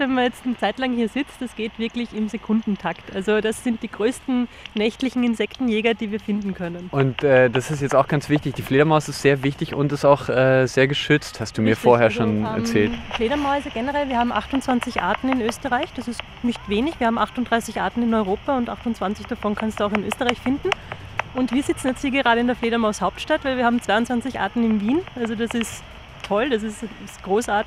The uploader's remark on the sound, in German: Live von der "Langen Nacht der Forschung". Wir haben uns von den interessantesten Orten der "Langen Nacht" gemeldet - vom Heldenplatz bis zur Fledermaus-Beobachtungsstelle im Türkenschanzpark. Bei der "Langen Nacht der Forschung" gab es in ganz Wien BEI FREIEM EINTRITT vieles zu entdecken. Am Wiener Heldenplatz hat er sich umgehört, was bei den kleinen BesucherInnen am besten ankommt.